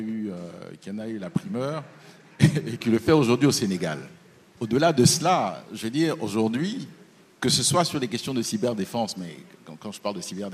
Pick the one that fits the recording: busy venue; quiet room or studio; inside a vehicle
busy venue